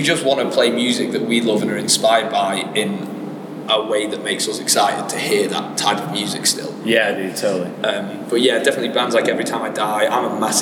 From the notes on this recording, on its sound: backstage at RADAR 2023 in Manchester